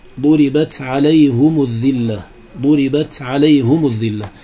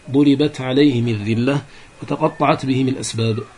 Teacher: قال وكسر الباقون قصد الوصل، الباقون يعني بهم أبا عمرو، فأبو عمرو رحمه الله تعالى لا يضم بل يكسر الهاء ويكسر الميم بعدها · Shown in: second take · فيكسر الهاء من أجل الكسرة قبلها والياء، ويكسر الميم بعد الهاء حتى يكون التناسب عند الوصل.